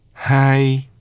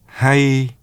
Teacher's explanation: Pay attention to the contrast between the long and short nuclear vowels, and accordingly between the relatively short and long final semi-vowels.